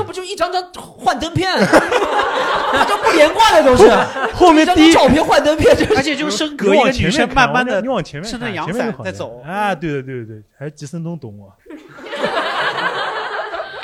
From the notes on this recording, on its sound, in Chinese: 在去年的最后一次录制现场中，我们邀请了几位主播和很多听众朋友们。